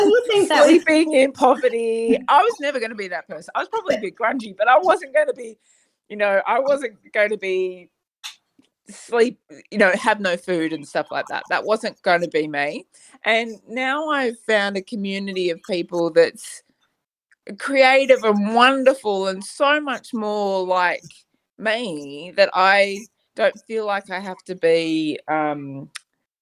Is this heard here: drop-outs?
yes